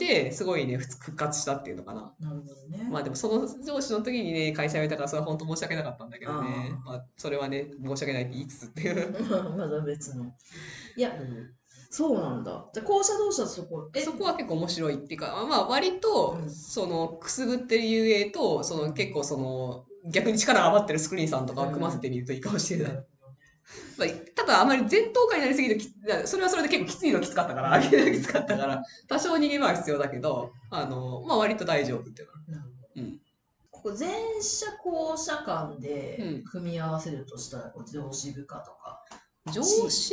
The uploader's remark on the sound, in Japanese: 今月音質が非常に悪いです！すみません！